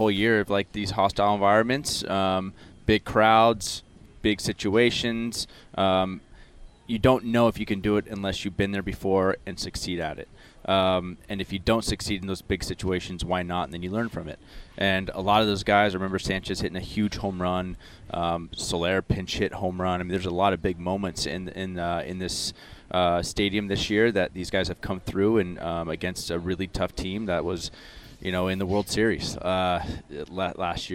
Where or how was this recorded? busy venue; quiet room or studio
busy venue